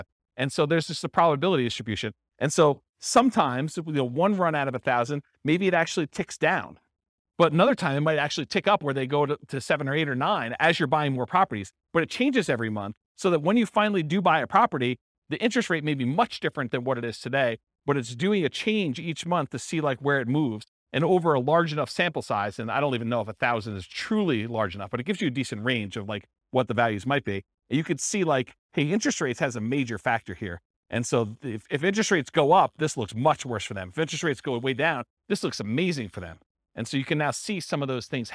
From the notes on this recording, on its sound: This was a live class recorded